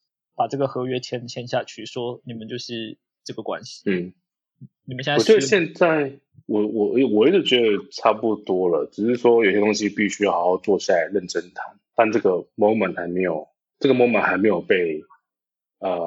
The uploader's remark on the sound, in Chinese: 音質依然很差，但希望你們能包容。